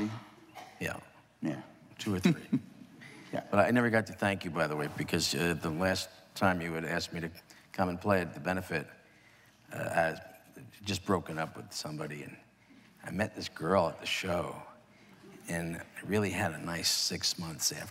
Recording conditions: live audience